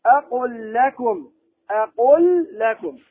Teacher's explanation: أدغمت لام أقول في لام لكم · Term: إدغاما كاملا